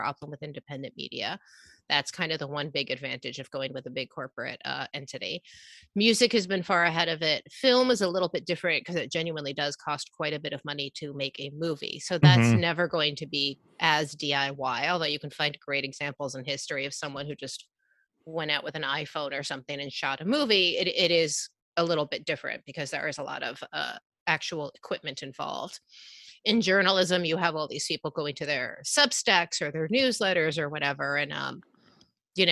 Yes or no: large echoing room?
no